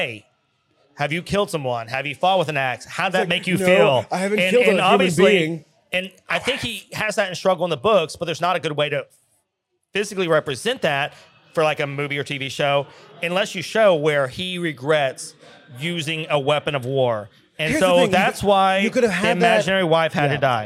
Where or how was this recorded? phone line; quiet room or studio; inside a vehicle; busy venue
busy venue